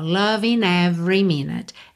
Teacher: loving termina em ing, o g final não é pronunciado, eu posso usar o n para ligar na próxima vogal.